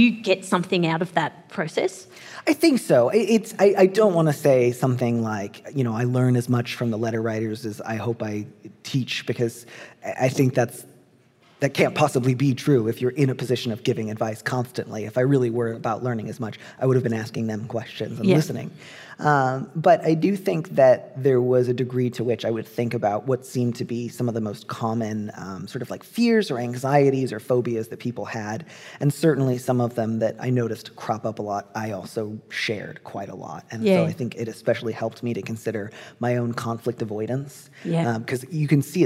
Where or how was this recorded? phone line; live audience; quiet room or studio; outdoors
live audience